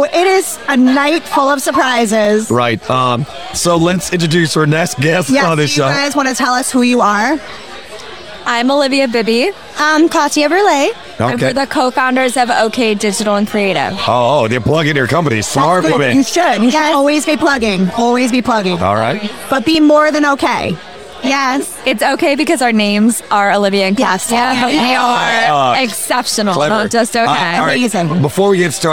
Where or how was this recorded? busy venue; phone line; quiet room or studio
busy venue